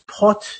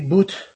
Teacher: Besides the one I already talked about, the voiceless plosives in final position that we talked about, the inventory has many words ending in T. There's a very, very, very marked aspiration at the end of these words. When she says pot, she says pot with a very, very strong lip.